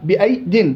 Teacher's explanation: طيب الياء هنا لين وسط اللسان والدال أحسن الياء هنا لينة الياء لينة وسط اللسان مع الدال طرف اللسان متقاربين